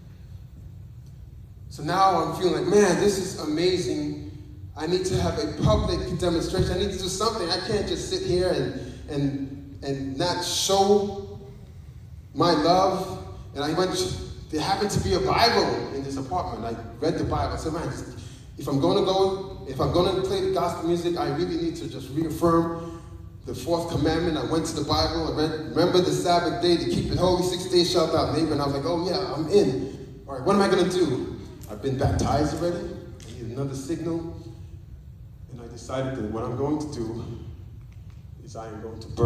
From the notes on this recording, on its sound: Recorded Live at Spring Hill Seventh Day Adventist Church! This is my first live testimony of that journey.